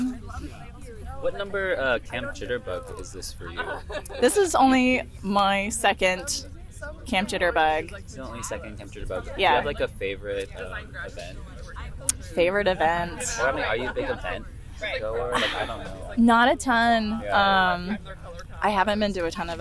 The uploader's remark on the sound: We brought a mic around Cal Anderson Park across the street from Centruy Ballroom and talked to dancers in their down time.